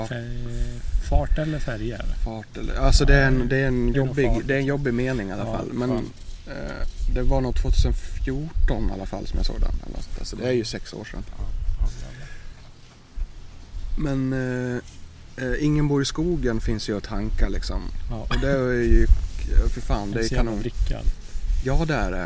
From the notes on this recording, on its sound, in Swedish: Vi gjorde oss minst lika bekväma på gräsplätten i parken till denna inspelning också.